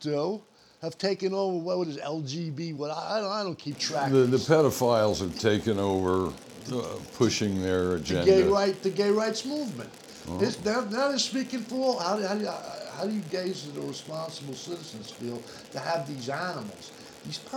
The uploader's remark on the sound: We are still working through the issues associated with equipment and recording. Please overlook the noise associated with my microphone being a bit noisy.